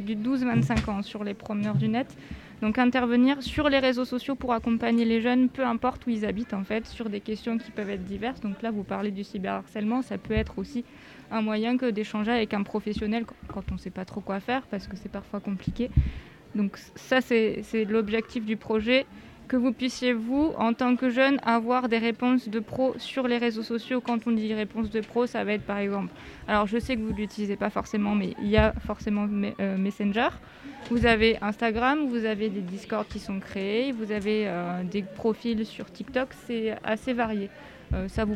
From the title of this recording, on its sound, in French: Live au Lycée Henri Matisse